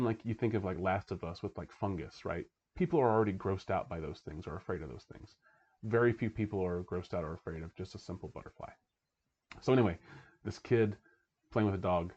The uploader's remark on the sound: enjoy the charm of the lower audio quality while it lasts!